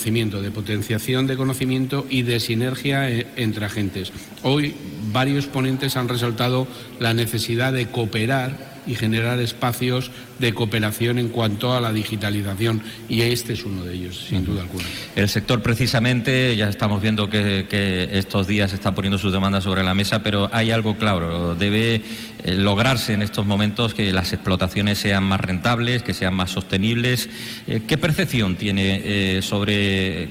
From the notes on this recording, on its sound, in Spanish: Hoy programa en directo desde Córdoba con motivo de la celebración del Congreso Sembramos futuro.